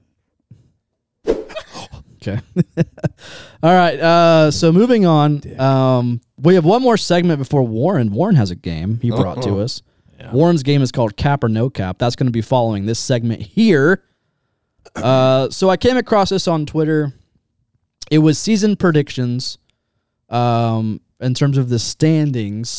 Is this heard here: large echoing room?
no